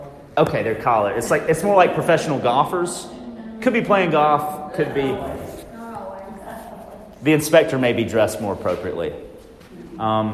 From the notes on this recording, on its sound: I attend a session at the Leading RE Conference in Vegas